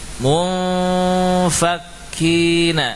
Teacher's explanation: kita bunyikan suara gunnah, dengung, lalu bibir kita menyiapkan pengucapan huruf fa · Term: Ikhfa nun sukun